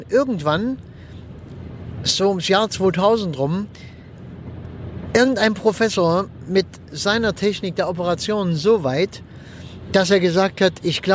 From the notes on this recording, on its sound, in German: wenn ich mit meinem Aufnahmegerät am Straßenrand im Auto sitze, wenn ich während der Autofahrt aufnehme oder sonstwie, dann ist die Aufnahmequalität etwas gemindert.